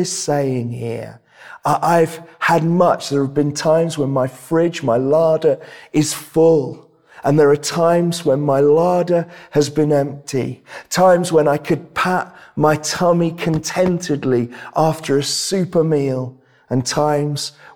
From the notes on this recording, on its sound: This sermon was preached at Welcome Baptist Church on Sunday 15th May 2022.